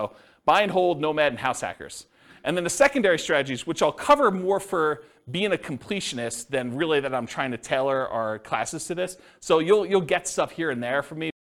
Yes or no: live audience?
yes